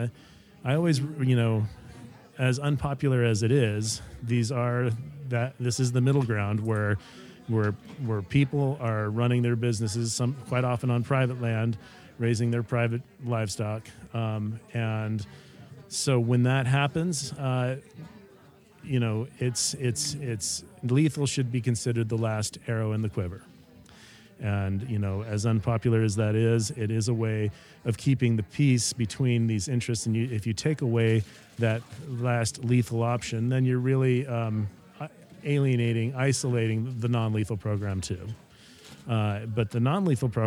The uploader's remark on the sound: This is the first of our podcasts recorded at The 2023 Yellowstone Wolf Summit in Gardiner, Montana!